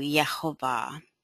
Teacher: And I listened to him, and he pronounces it Yehovah. Like the J would be a Y. There is no J sound in the Hebrew. So Yehovah.